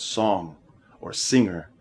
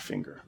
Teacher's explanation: In Samoan and Tokelauan, the G is a nasal sound rolled together with the N sound · Shown in: first take · Rather than the hard G we have in English, as in hug, in Samoan, the G makes an ng sound, which you can feel in your nose.